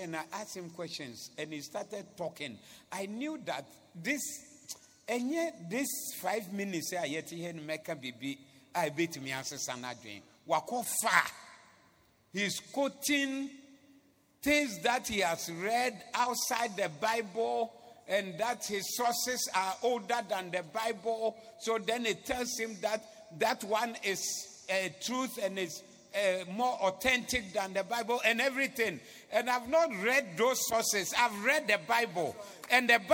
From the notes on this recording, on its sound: Preached at the Zeloo Service on 18092022